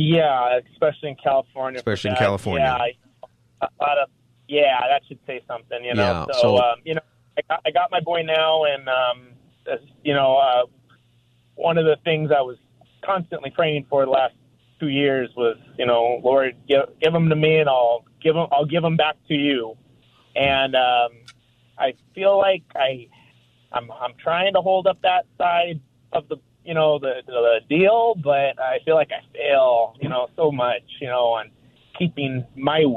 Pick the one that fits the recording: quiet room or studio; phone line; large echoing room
phone line